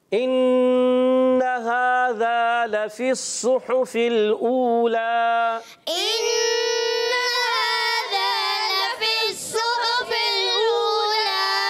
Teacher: ہا کی ادائیگی ہوتی ہے حلق کے درمیان والے حصے سے